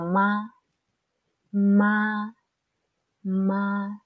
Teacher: el primer tono es más largo que las demás, es más largo.